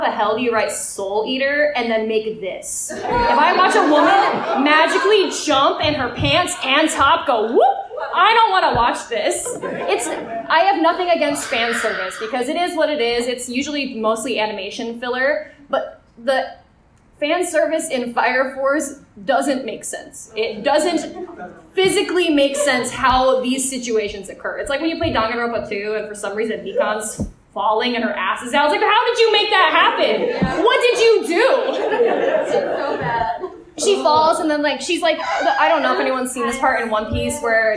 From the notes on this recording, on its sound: Live From A-Kon. Here is our little live episode.